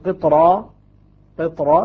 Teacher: تبقى الراء مفخمة ولا ترقق بسبب الطاء